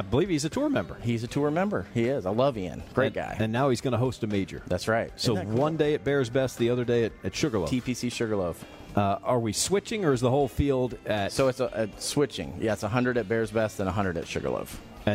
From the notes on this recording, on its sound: live from Chastatee Golf Club